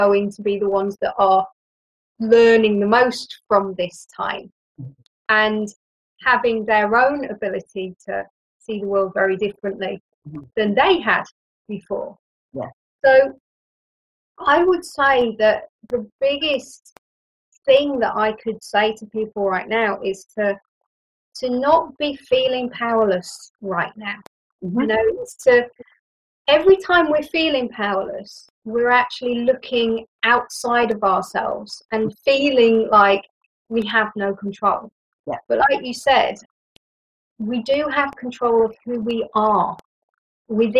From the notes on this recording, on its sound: forgive the bad sound and the dodgy connection